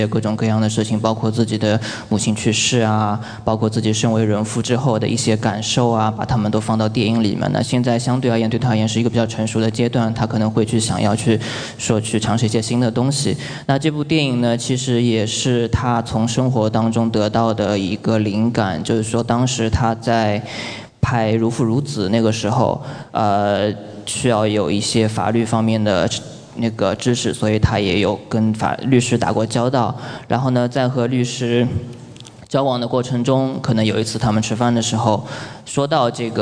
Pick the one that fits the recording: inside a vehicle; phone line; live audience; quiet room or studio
live audience